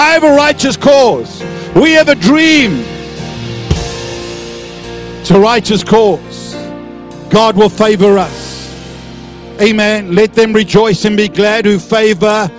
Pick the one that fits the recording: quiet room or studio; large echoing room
large echoing room